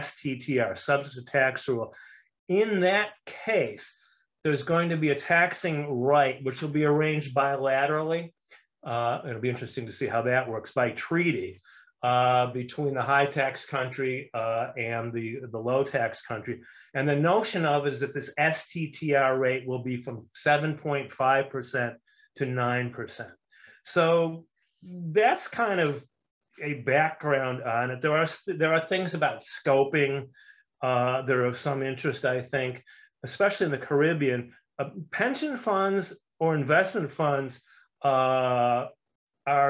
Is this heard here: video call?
yes